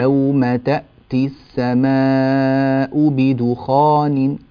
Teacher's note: السماء، هذه أربع حركات